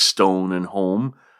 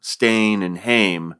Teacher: So southern versions used an O sound for words like stone and home, but elsewhere they sounded more like an A sound, stain and hame, kind of Scottish sounding, which shouldn't surprise.